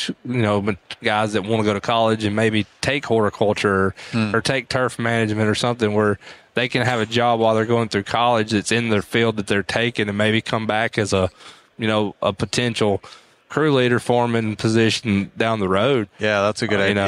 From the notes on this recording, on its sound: This was the first episode from Synkd LIVE in Atlanta, recorded from Pod-Row.